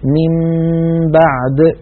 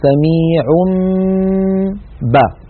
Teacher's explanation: نقلب هذا التنوين الذي هو في الحقيقة نون ساكنة نقلبه إلى ميم ثم نمط غنته نقول سميع با، فنطبق الشفتين على الميم وعلى الباء التي بعدها إطباقا واحدا. · Term: قلب تلك النون إلى ميم